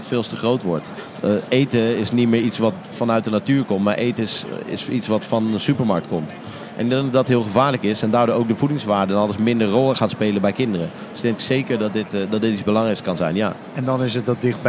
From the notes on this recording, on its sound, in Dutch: Vandaag live vanaf de Horecava